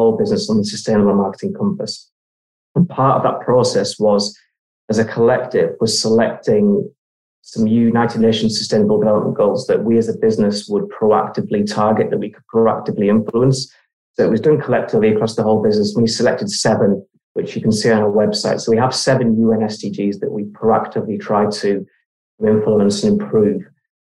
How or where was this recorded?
video call